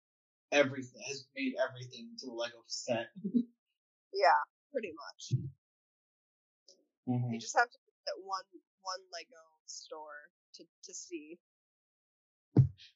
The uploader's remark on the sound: The audio may be a bit funky. This episode was recorded remotely.